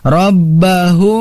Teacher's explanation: Nah, kita sudah mengetahui barangkali yang pernah lupa, kita ingat-ingat mim bertemu mim itu harus ditahan atau didengungkan sebagaimana dalam kaidahnya itu adalah idgham mimi. Ketika mim bertemu mim, mimnya itu yang pertama diidgomkan, kemudian digunahkan, maka ditahan dibacanya.